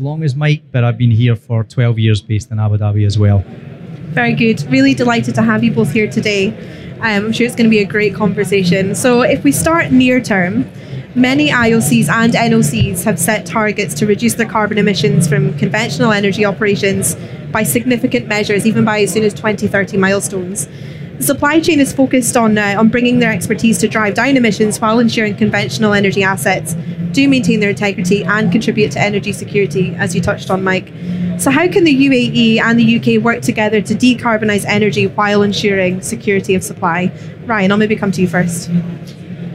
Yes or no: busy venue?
yes